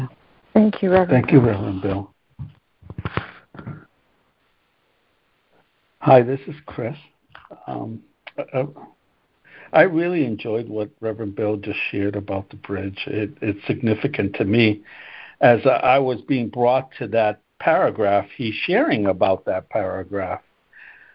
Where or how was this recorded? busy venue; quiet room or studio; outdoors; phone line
phone line